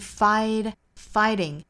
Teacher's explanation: 美音的话是 fighting 还是讲到 flap t 的发法